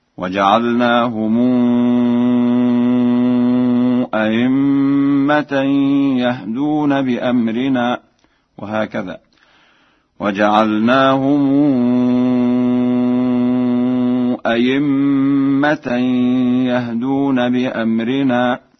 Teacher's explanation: قوله تعالى: وجعلناهم أئمة يهدون بأمرنا، قرأها ورش بتسهيل الهمزة الثانية بين أو إبدالها ياء خالصة هكذا